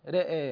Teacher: الإمالة الصغرى لورش في الراء والهمزة والألف، الكلمة كلها مقللة